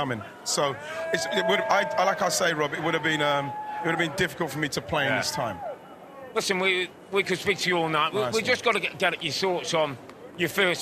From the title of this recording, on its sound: Live From Philadelphia Fan Fest